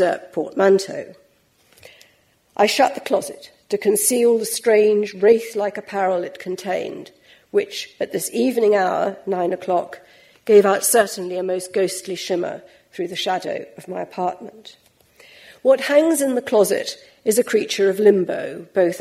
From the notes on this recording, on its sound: LRB Winter Lecture, delivered at the British Museum